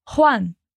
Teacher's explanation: Vamos nos atentar à pronúncia do Juan, que falamos com aquele som de R da garganta